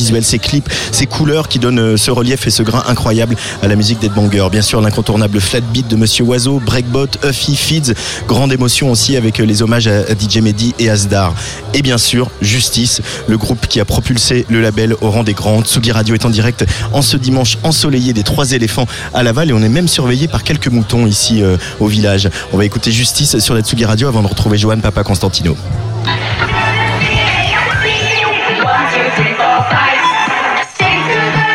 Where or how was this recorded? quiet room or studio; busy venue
busy venue